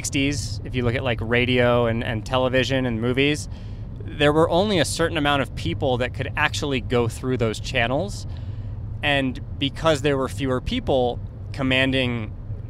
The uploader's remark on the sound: While we were driving from Pheonix to Flagstaff Arizona, we turned on our mics and recorded one of our most vulnerable conversations to date